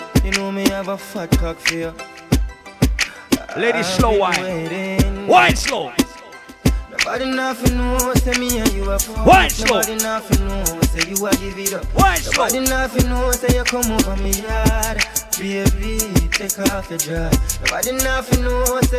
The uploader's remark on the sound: Live audio! Live at Island Saturdays on Sept 9th.